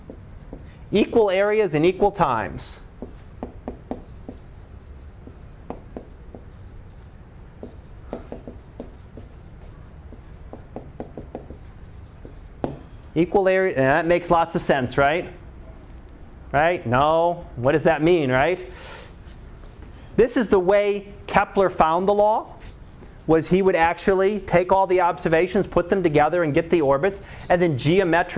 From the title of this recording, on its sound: Live Class Lecture